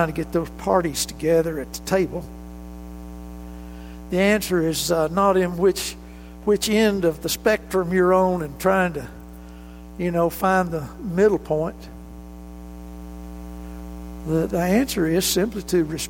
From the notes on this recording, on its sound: This recording of highlights from the January 20, 2019 worship service